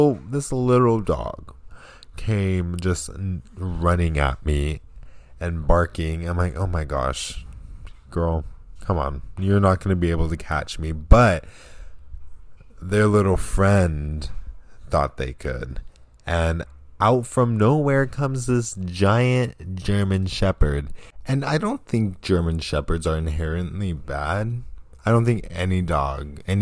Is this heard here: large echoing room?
no